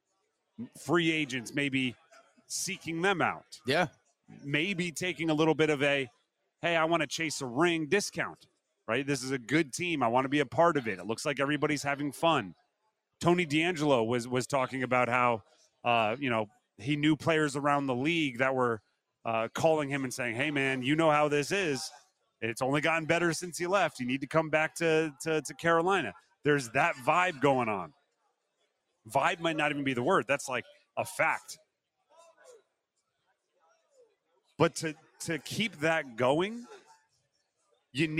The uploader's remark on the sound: Is live in Charlotte for day two of the 2023 ACC Football Kickoff.